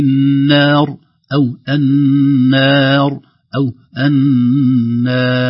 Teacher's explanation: نحافظ على الترقيق إلى نهاية المد ثم يكون التفخيم للراء عند الوقف عليها